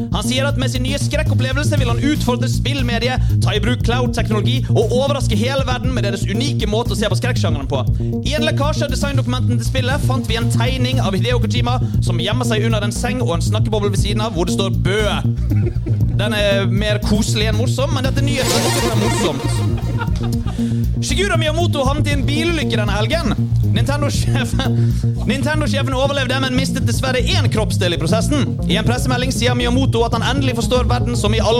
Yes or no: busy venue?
yes